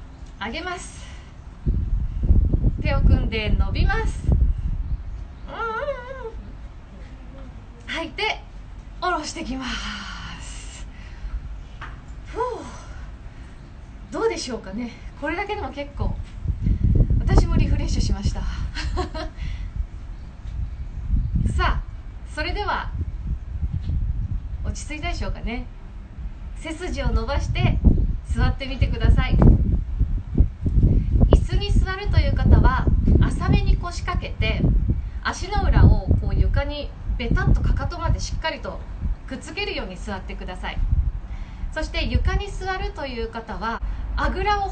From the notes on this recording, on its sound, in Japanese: インスタライブの音声です